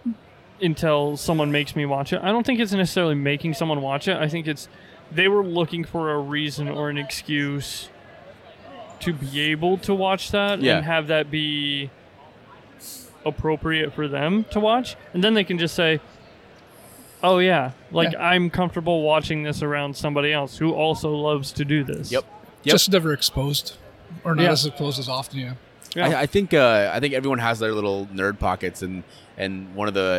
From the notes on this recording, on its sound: Recorded on location from Twin Cities Con inside the Minneapolis Convention Center.